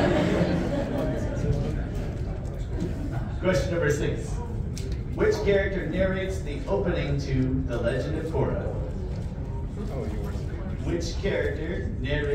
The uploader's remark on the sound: Listen at your own risk, as the audio is pretty rough! Trivia panel at the end of Planet Comicon (KC, 2023, Day 2 Saturday). We're just going to post the raw footage for this one.